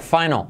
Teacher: fíjate la L al final de palabra como casi no se pronuncia